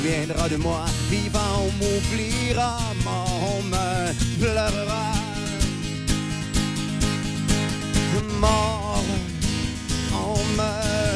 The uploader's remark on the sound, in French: Dans le show de lancement de DEBOUT L'ESTRIE. En direct du McDo King Ouest!